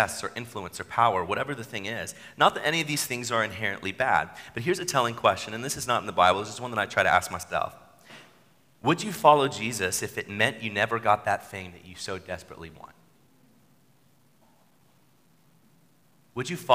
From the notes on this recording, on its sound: Sermon at New City Church